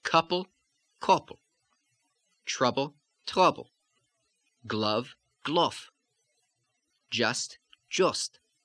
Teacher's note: the A sound, as in cut and hot, which goes slightly up higher in the mouth toward the O